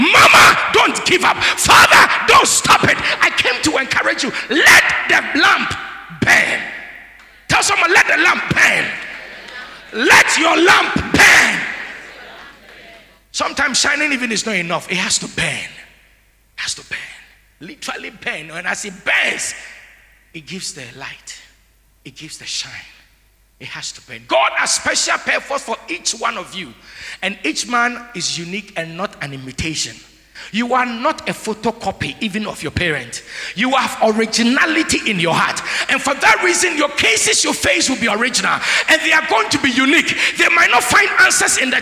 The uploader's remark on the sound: Sermon preached at CBC Shiashie Campus